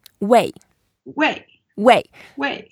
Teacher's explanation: That's a fourth tone, so we go down.